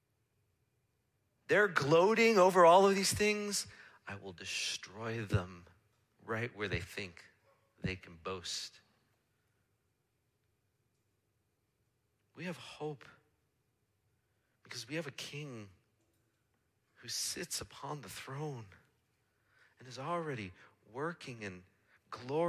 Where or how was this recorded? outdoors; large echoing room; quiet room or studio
large echoing room